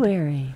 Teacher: We could ask to have the R removed from February. Because nobody says it anyway.